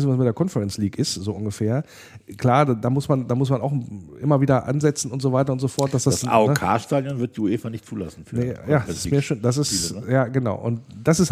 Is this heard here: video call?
no